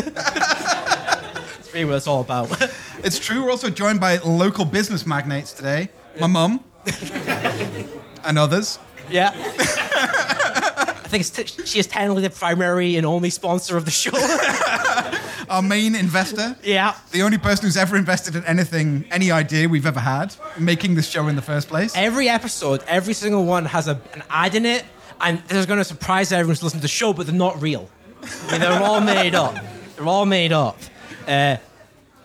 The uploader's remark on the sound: Live from The Station House. This is our first-ever live show! In front of an audience of real humans.